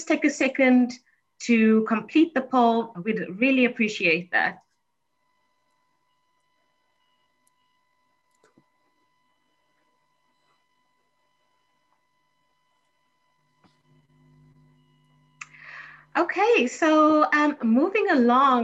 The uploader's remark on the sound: This is an audio recording of a TechSoup Connect Southern Africa virtual event hosted on 02 June 2021.